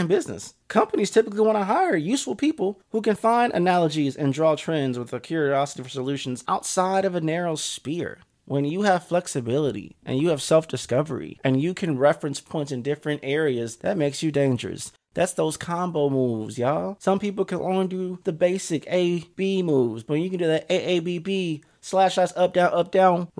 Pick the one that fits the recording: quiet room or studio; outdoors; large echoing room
quiet room or studio